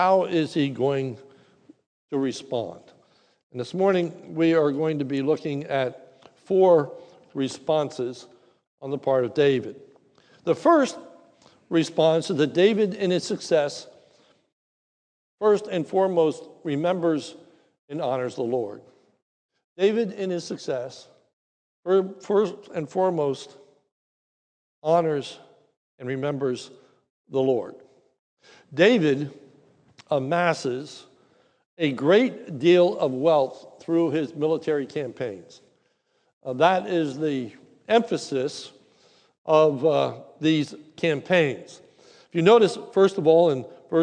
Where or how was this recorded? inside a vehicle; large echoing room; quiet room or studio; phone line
large echoing room